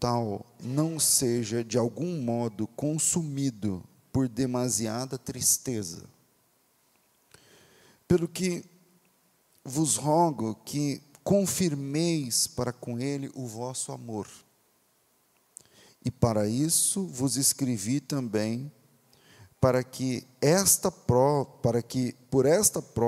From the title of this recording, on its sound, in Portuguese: Culto Ao Vivo